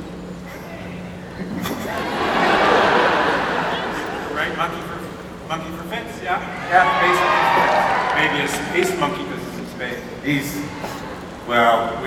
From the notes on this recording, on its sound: WonderCon Anaheim 2019. Check out the audio clips he recorded from the event!